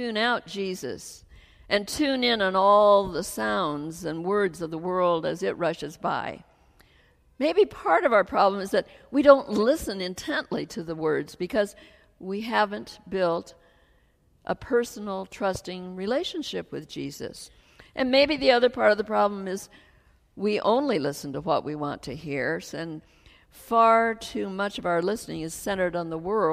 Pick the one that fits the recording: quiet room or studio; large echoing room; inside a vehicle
large echoing room